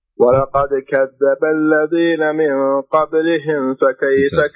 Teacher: الميم وأتى بعدها حرف الفاء هذه ما يكون فيها إدغام. ما تقول قبل ما تقول قبل من قبلهم ف لا تقول من قبلهم فكيف إظهار كامل.